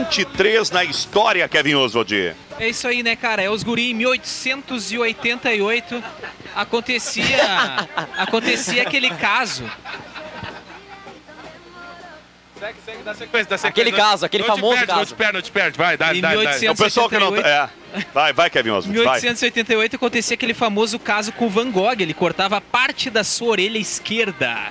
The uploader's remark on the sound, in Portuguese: Especial Invasão 97 ao vivo da Esquina democrática.